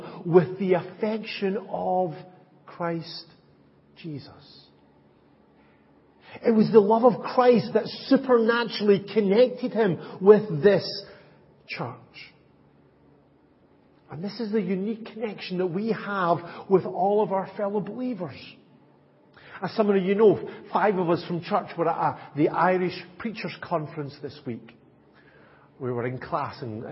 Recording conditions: large echoing room